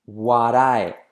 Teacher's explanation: La T de what en R suave.